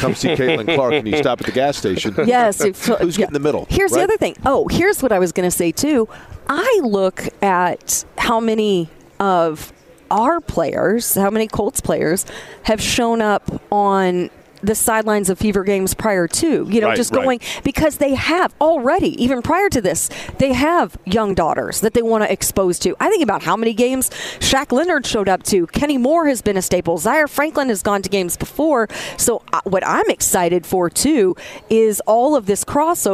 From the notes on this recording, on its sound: from Radio Row at the NFL Combine